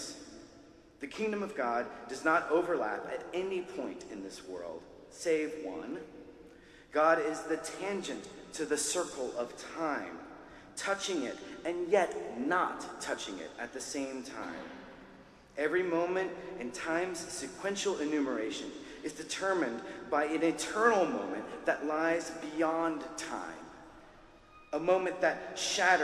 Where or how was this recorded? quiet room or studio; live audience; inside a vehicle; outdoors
live audience